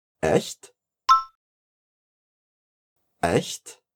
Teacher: aqui a gente tem um som de chiadinho do gato, aquele CH bem fraquinho do alemão.